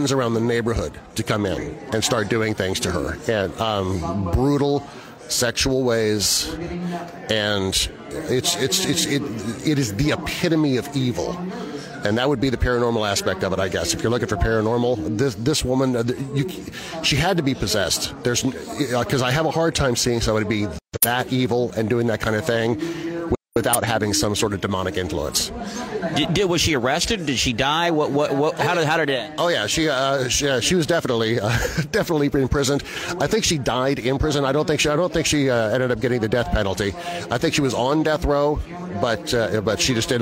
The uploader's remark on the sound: From the Oregon Ghost Conference in Seaside, Oregon